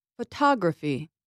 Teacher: I stressed the second vowel, ah. I said it louder and longer than the other vowels.